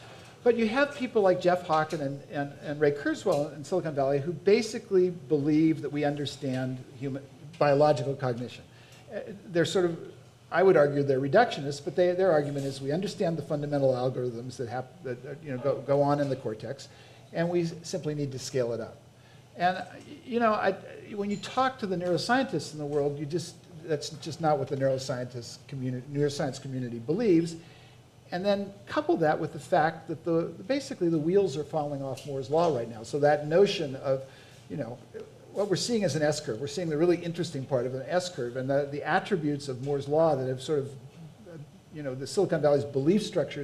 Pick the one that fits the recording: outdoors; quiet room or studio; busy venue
busy venue